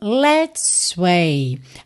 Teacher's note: você não precisa fazer dois S's